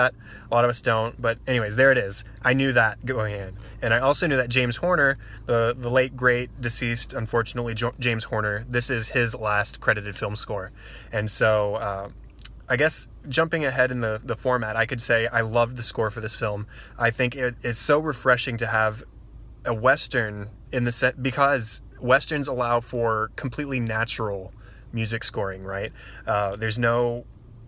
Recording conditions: inside a vehicle